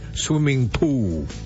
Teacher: But if the L is at the end of the word, it doesn't exist, as in swimming pool.